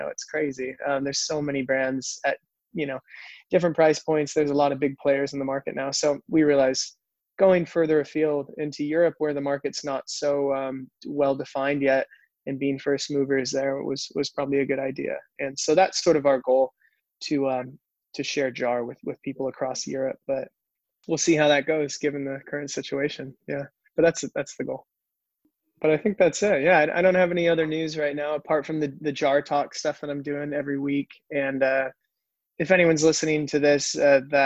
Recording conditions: video call